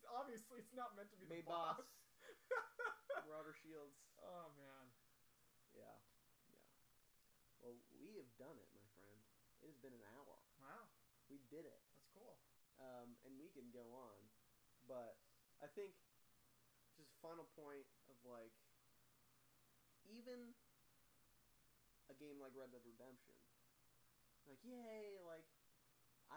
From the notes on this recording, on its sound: Sorry about the low audio